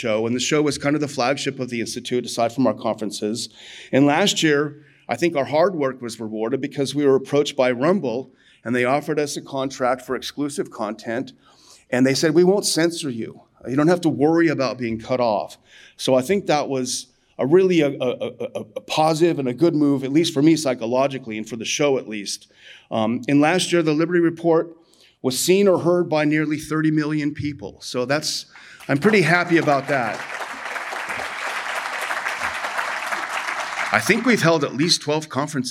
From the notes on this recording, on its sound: Addresses this year's Houston Conference.